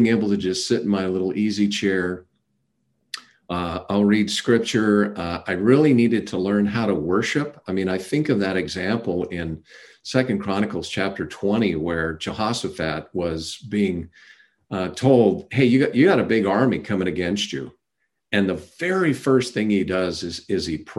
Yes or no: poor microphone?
no